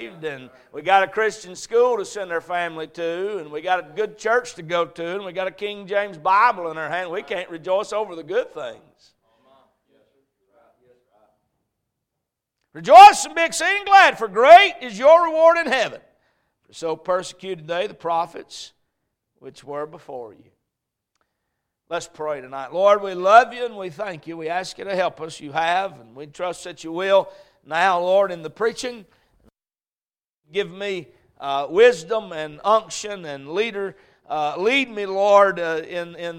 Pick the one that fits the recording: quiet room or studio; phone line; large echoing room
large echoing room